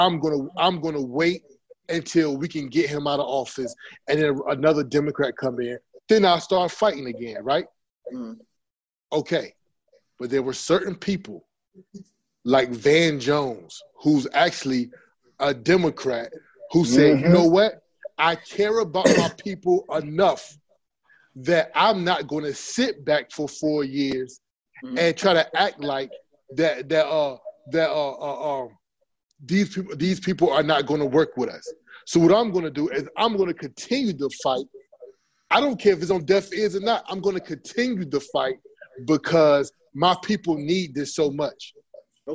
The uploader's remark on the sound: on Zoom call